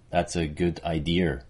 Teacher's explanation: we might get that's a good idea with R coloring, sort of an intrusive R